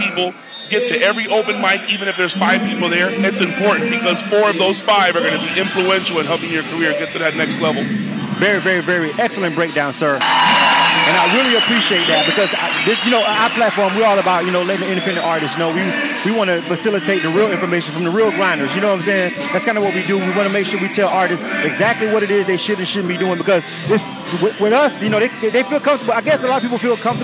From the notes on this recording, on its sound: We were live at the ATL Record Pool a, semi-annual event held in Atlanta